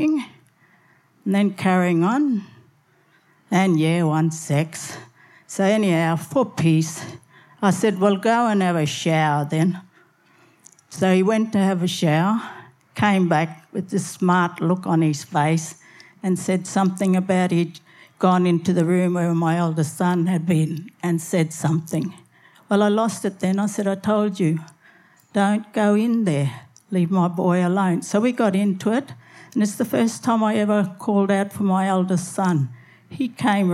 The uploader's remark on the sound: SPUN: True Stories Told in the Territory is a live storytelling event that showcases some of the extraordinary people and stories that make up the Northern Territory. Popping up at different venues across Darwin, working with a range of partner organisations with a different theme each time, SPUN brings to light stories from diverse backgrounds. Told at our event at Darwin Festival in 2018.